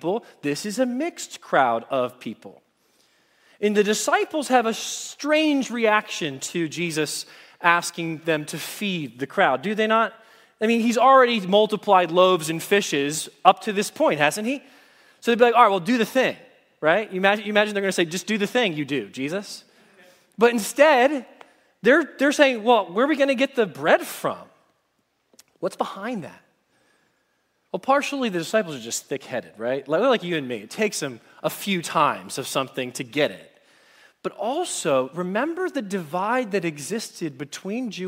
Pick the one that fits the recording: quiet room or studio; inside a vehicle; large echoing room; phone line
large echoing room